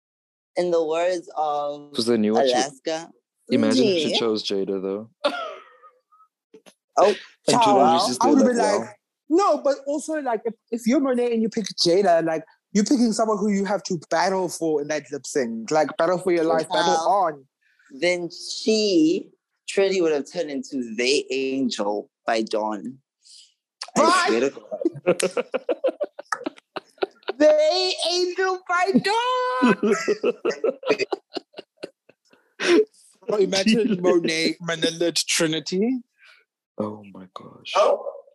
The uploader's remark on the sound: join the zoom call one last time